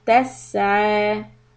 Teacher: Sin sukun, do hems, continue the sound